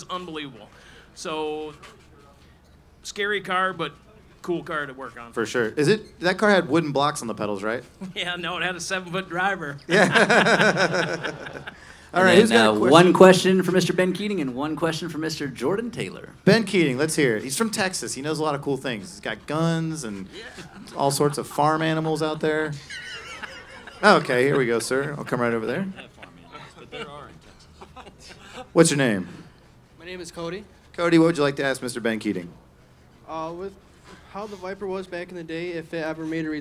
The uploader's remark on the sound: LIVE at Watkins Glen. Recorded live in Victory Circle during the weekend of the Six Hours of the Glen. 300 fans at Watkins Glen.